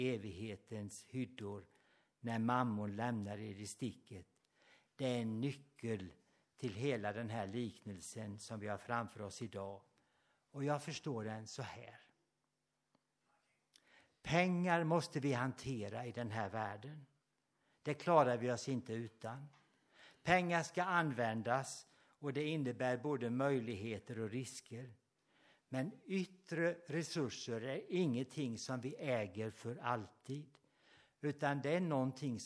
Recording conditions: large echoing room